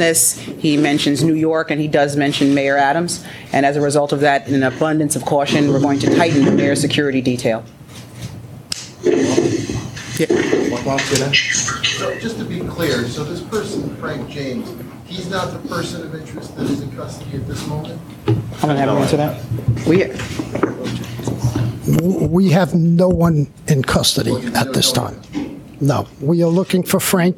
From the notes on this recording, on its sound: We then take you to the live press conference during which officials provided an update on the New York City manhunt for the gunman.